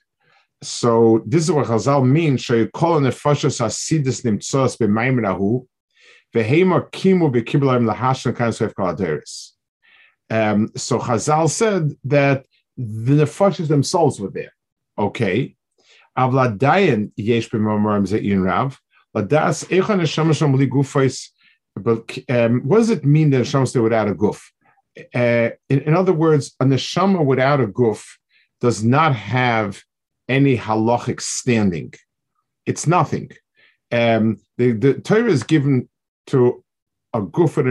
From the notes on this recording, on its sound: This shiur take place over Zoom on Motzei Shabbos.